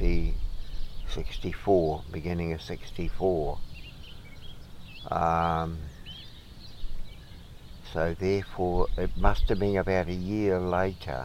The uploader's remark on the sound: Sat in the sunshine chatting. Called into Cambridge on his way home.